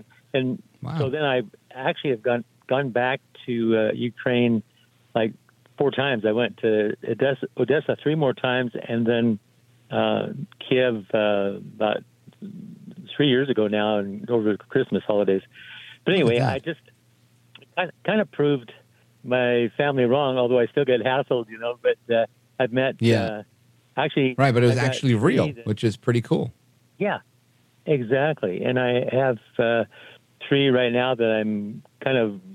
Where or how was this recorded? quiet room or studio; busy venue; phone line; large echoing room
phone line